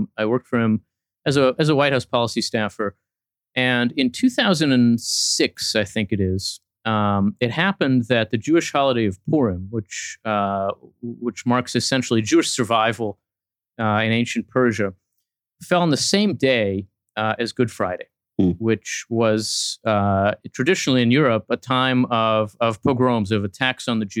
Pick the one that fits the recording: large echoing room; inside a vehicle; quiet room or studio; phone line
quiet room or studio